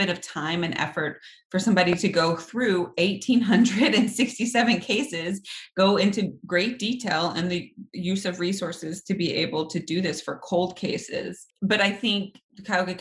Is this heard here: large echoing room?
no